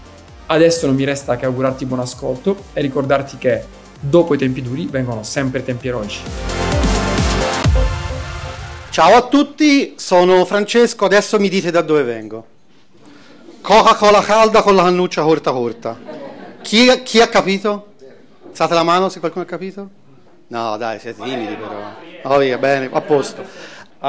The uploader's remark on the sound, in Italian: Questo episodio riprende l’audio del meetup. A Bologna presso la sede di Musixmatch.